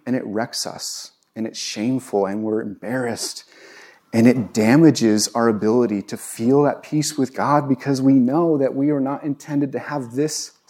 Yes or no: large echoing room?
yes